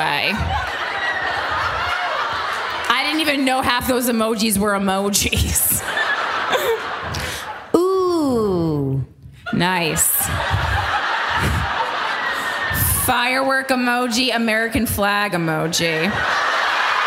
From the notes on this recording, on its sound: Live from Chicago. Live episode. Bring to the stage listeners.